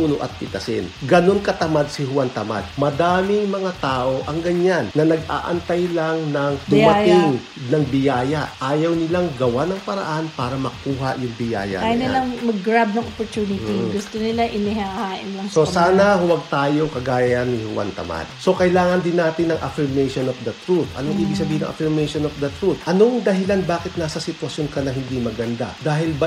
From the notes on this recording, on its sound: Note there is a slight hissing sound in our audio, but otherwise still loud and clear. Hope you do not mind this slight technical glitch.